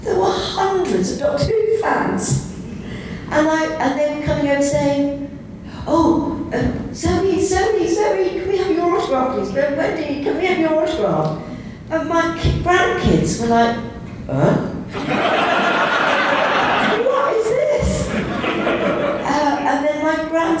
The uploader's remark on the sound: With some help from a live audience at Console Room 2016!